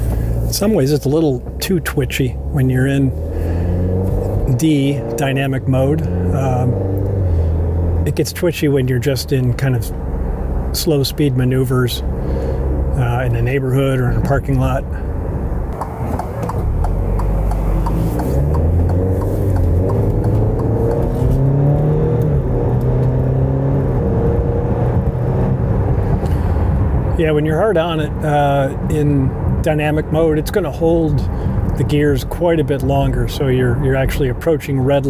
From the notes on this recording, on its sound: taking you along on a live drive review